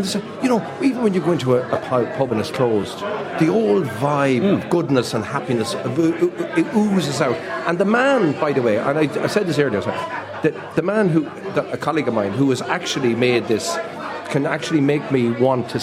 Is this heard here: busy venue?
yes